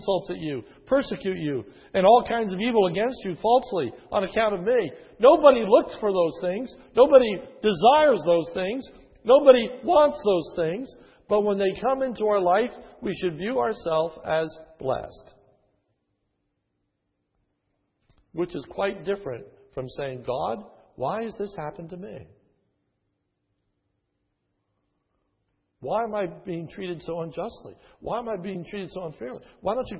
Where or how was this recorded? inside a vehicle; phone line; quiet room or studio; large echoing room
large echoing room